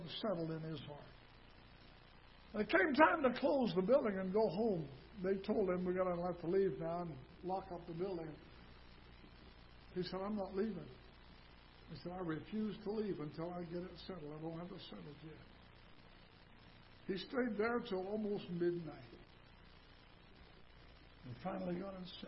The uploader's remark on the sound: Ketha Heights Baptist Church ~ Live Broadcast